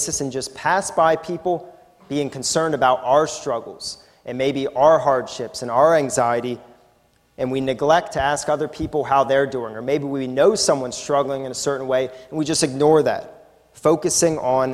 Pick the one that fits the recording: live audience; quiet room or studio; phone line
live audience